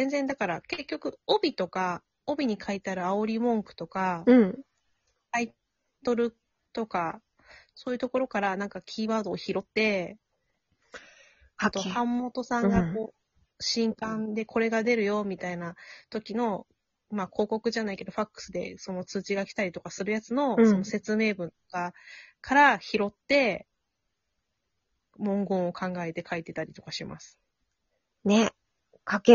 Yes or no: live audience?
no